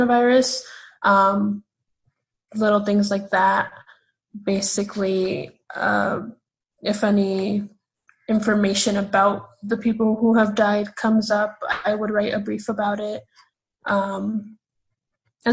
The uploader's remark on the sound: sitting down over Zoom